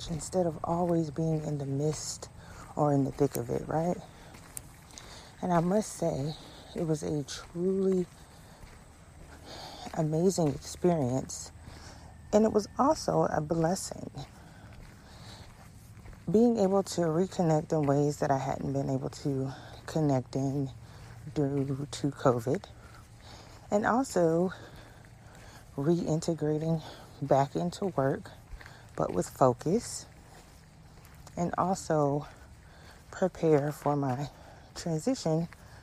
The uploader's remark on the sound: This episode was recorded during a walk